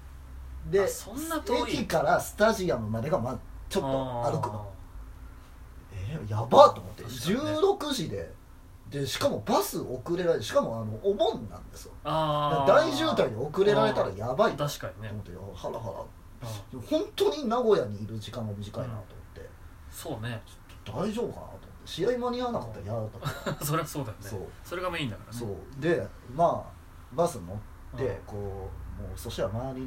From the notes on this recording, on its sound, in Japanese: From Radiotalk。いつもと収録環境違いますので、聞き辛いです。